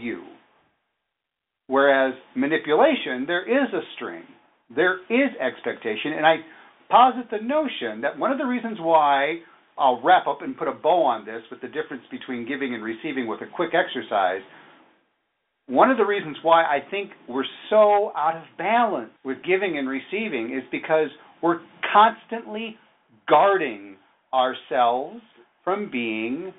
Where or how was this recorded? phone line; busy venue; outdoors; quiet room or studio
phone line